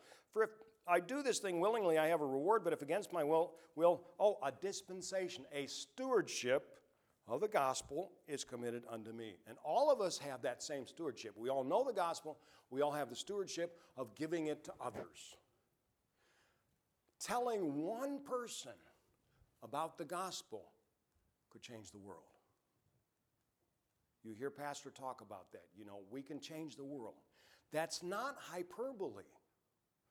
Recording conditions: large echoing room